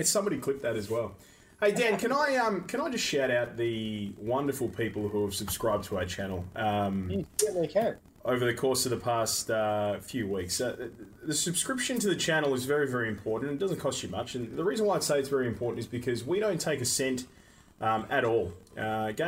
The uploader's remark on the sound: Through lots of technical difficulties